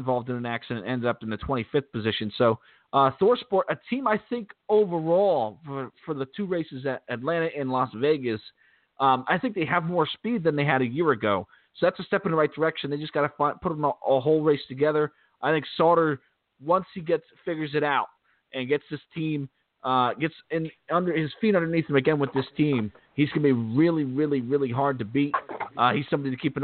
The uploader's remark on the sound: We'll also take your phone calls.